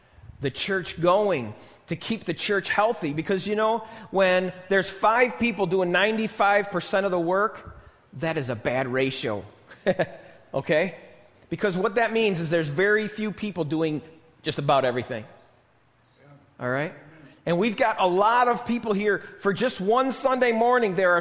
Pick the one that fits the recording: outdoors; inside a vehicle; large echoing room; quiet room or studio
large echoing room